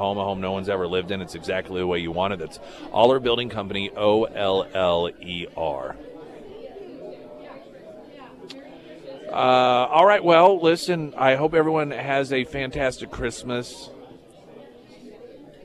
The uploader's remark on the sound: live at Scramblers Diner for the Friday Road Show